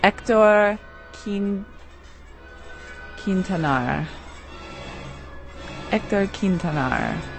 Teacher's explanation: H-E-C-T-O-R. The H is completely silent. Last name Quintanar.